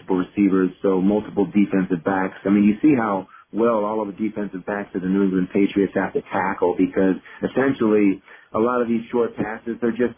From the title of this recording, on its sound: Conference Call